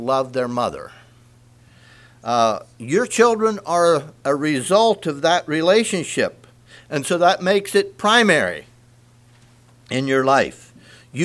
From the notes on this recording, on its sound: Message preached at Word Of Hope, Sunday Morning, October 22, 2023